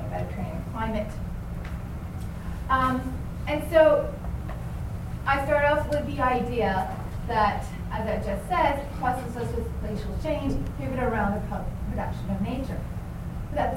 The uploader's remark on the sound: Presented in Racialized Landscapes 1 at the Dimensions of Political Ecology 2012: Conference on Nature Society at the University of Kentucky